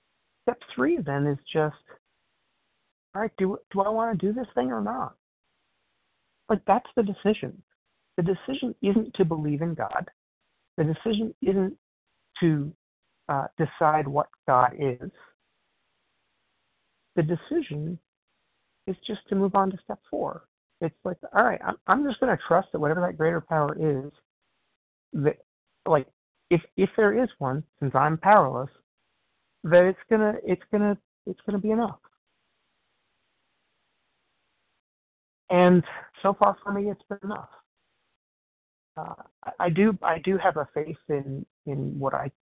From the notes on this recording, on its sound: 100 Pounders Phone Meeting.